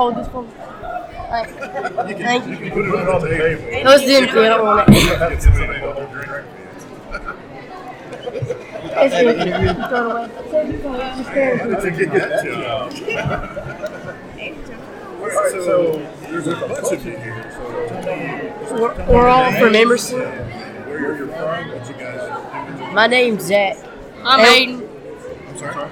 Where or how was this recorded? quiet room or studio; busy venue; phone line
busy venue